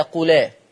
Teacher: الهمزة الأولانية برضو مش هقولها لأن أنا شلتها ونقلت الحركة بتاعتها لللام اللي هو حكم النقل